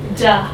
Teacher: The padded tap of tongue behind teeth.